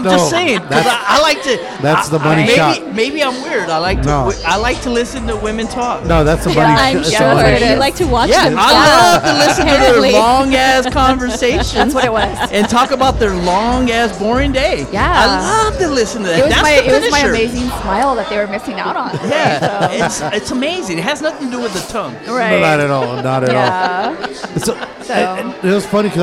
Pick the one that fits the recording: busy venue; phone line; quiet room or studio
busy venue